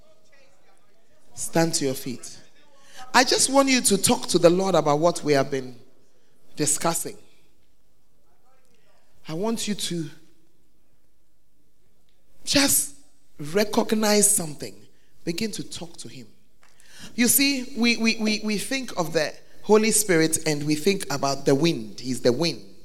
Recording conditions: live audience